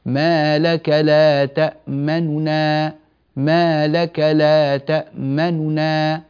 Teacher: ولك الوجه الثاني الاختلاس، يعني أن تأتي بالنون الأولى المضمومة بشكل سريع، مخفوض الصوت، خفض الصوت مع الإسراع فيه